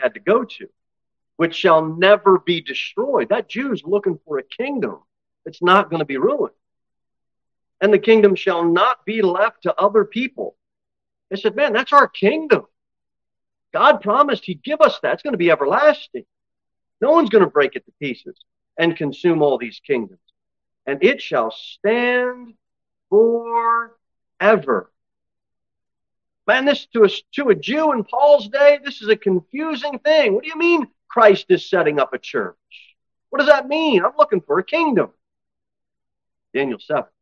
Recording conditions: large echoing room